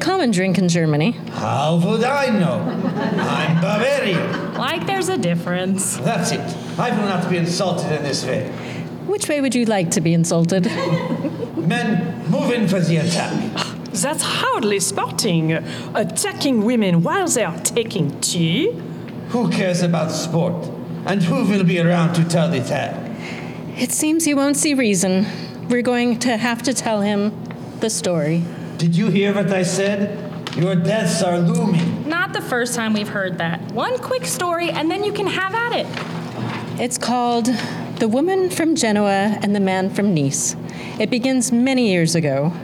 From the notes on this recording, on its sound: It’s the Thrillogy performed LIVE! This episode was recorded in front of an audience at the Neighborhood Comedy Theater in Mesa, AZ.